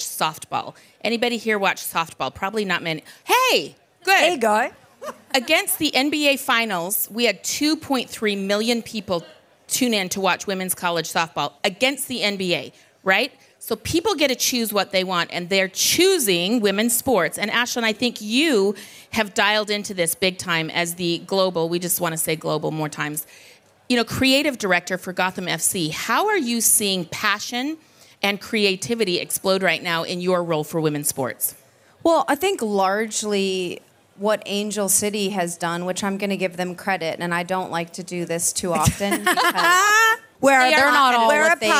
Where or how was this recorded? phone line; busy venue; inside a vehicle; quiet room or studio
busy venue